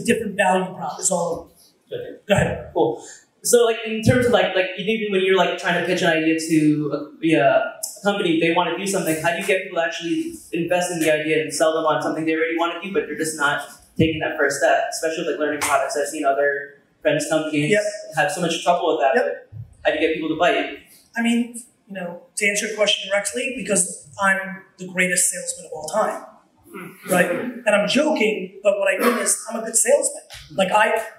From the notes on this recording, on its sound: WeWork 2013 Keynote. A keynote that I gave at WeWork in 2013.